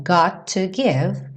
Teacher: Got to, soa um T só